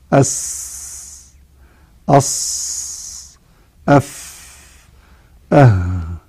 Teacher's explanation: تجد هذا حرف رخو، يعني الصوت يجري عند النطق به